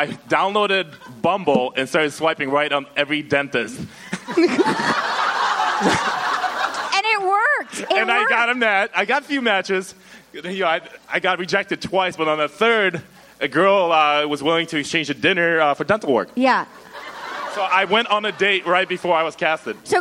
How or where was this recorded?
live audience